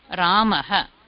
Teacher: భాషాయాం పుల్లింగ శబ్దః పుల్లింగ శబ్దం విసర్గః హ్రస్వ అకారః visargah bhavati ramah the sound is short a ending with a visargah